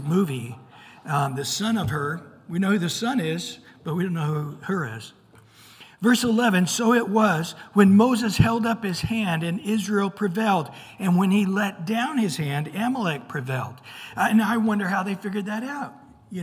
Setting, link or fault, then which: setting, large echoing room